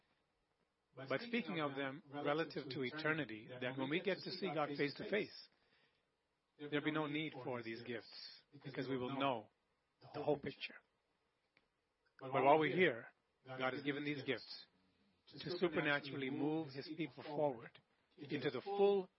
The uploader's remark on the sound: Sunday Service Recording (Livestreaming - 04.19.2020)